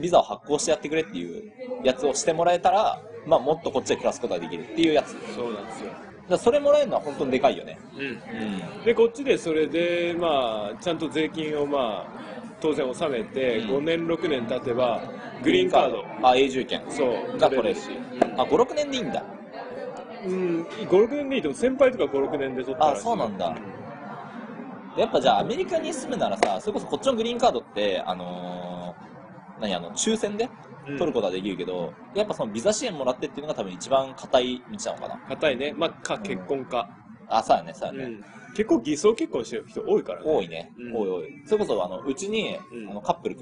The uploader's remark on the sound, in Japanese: 初の屋外収録で、雑音がやや多いかと思います